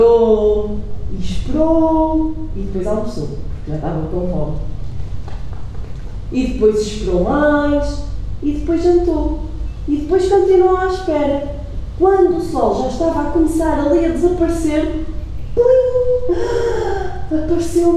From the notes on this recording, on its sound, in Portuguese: Gravado durante a Hora do Conto no Até à Lua no dia 08/12/2016